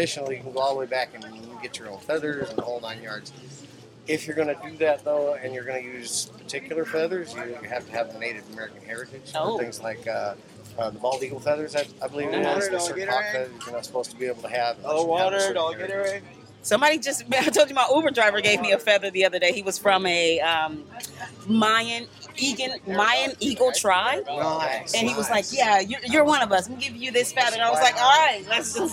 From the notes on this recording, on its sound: It wouldn't be authentic Venice Beach if you wasn't caught off guard by an interesting person or two. Live at Venice Beach.